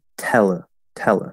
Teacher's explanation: the primary stress, the, the loudest, biggest stress is on the te